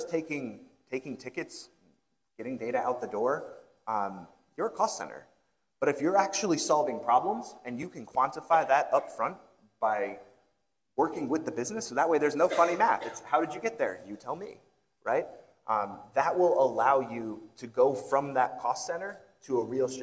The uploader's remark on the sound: joined on stage for a fireside discussion